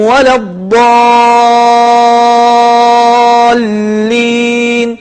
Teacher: تمدها مدا بمقدار 6 حركات · Term: مدا لازما كلميا